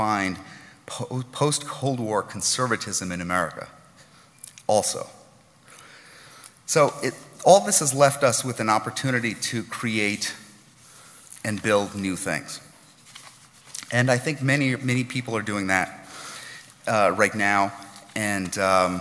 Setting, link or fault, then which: setting, live audience